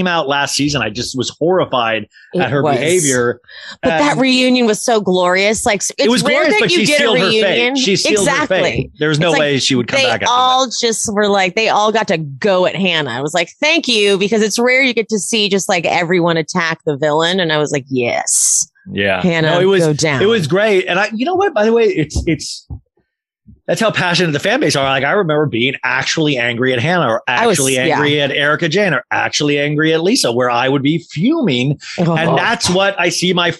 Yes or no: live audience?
no